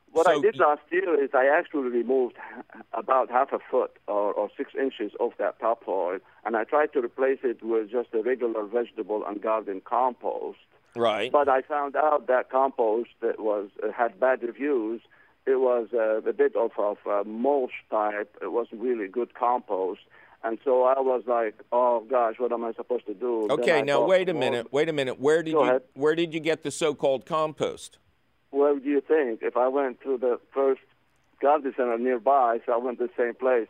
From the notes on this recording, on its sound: A heaping handful of your phone call questions.